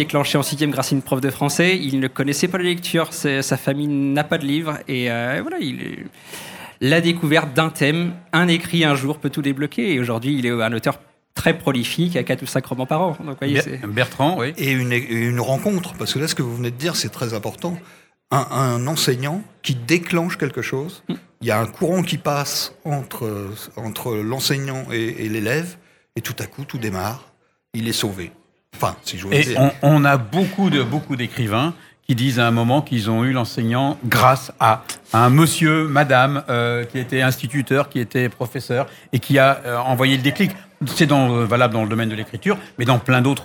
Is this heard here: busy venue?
yes